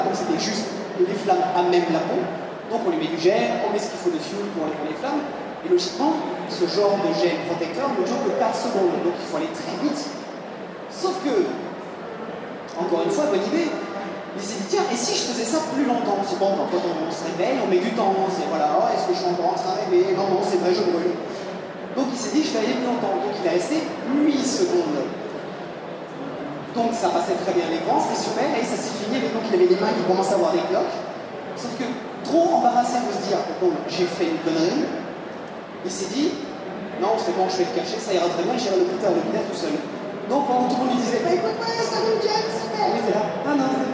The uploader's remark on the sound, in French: Cinquième conférences enregistrées dans le cadre du TGS 2017. Conférence TGS 2017. Cinquième conférences enregistrées dans le cadre du TGS 2017.